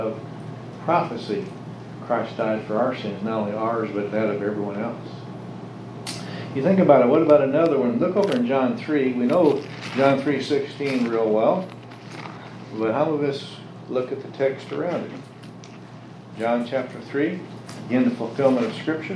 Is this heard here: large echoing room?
yes